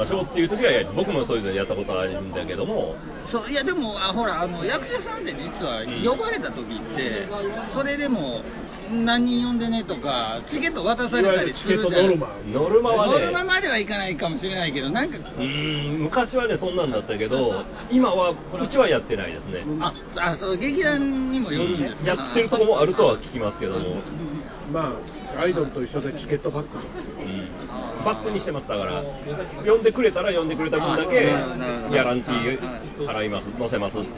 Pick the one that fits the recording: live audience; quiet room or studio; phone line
live audience